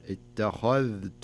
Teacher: وانتبه للذال لا تضغم مع التاء، يعني ما يجيك بعض الناس يقرأها اتخذت وحفظها، اي لابد انك تظهر الذال اتخذت مع الرسول.